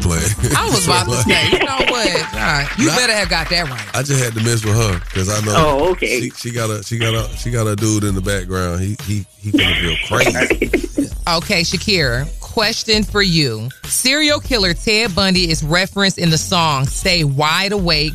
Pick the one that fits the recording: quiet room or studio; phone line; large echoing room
phone line